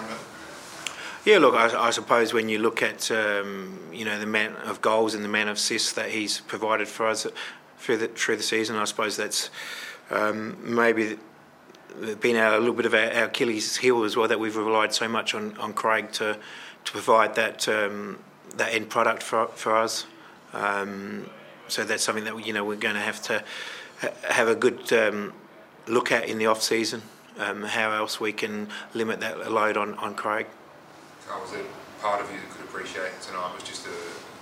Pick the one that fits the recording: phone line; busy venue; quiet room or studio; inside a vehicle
busy venue